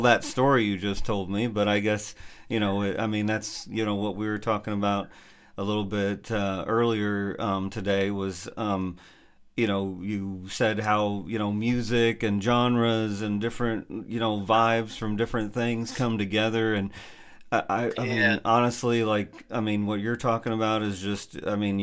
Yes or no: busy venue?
no